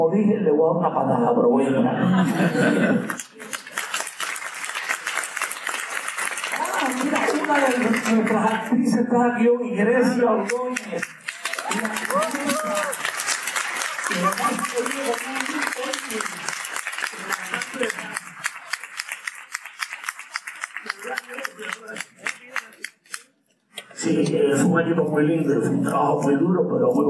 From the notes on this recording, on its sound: This episode features a Q&A session at Harvard University.